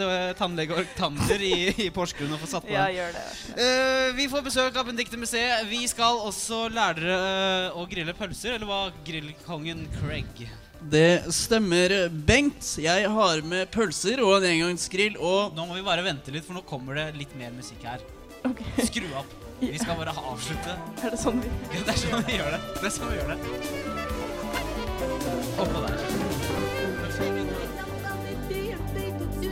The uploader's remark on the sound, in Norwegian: Live fra Universitetsplassen under UiO-festivalen.